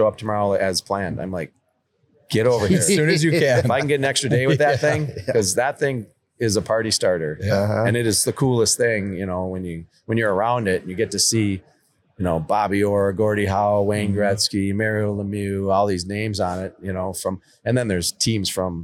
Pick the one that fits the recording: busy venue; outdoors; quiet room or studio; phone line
busy venue